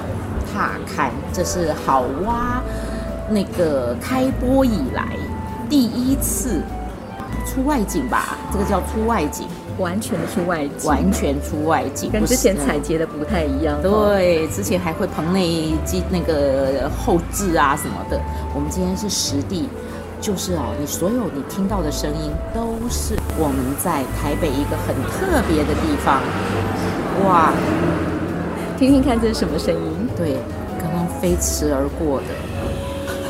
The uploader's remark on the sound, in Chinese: 節目真正首次全程外景錄製，完全融進在地各種聲音。特別結伴來到社子島。